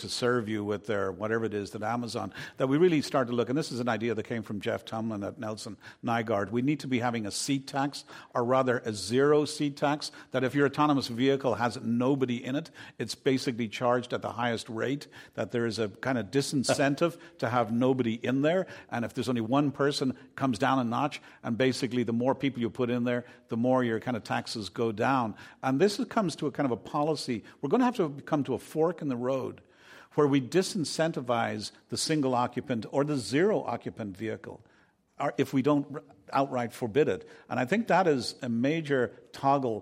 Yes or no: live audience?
yes